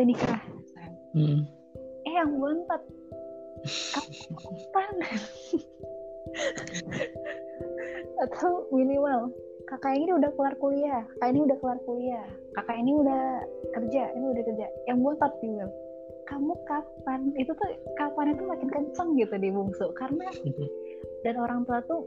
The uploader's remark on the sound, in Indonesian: Maaf jika suara tidak bersahabat untuk didengar..